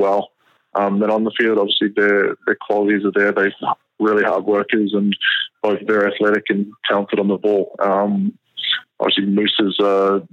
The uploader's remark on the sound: phones in from sunny Florida